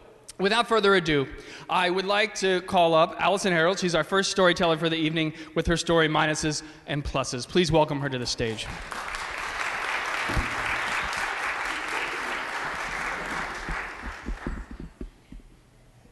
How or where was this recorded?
live audience